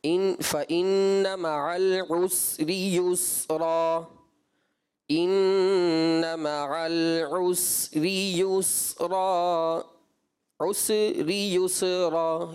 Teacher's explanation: یہ جو حروف صفیر یا سین، ان میں سیٹی کی آواز تو آئے گی